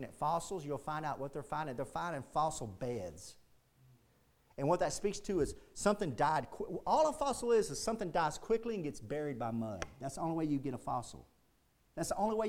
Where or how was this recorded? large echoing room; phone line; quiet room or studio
large echoing room